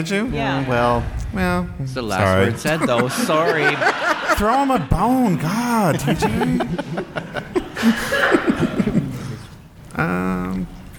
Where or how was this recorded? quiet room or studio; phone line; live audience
live audience